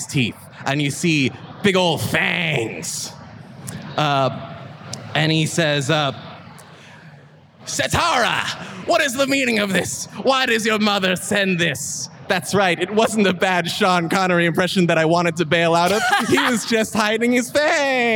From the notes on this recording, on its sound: In their second live appearance, the Ghosts on a Train gang played a short encounter on The Creator Stage. At Fan Expo Boston 2023!